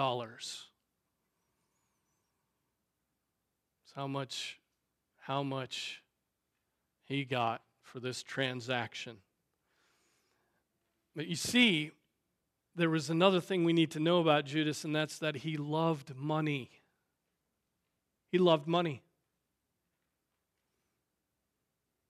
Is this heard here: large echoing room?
yes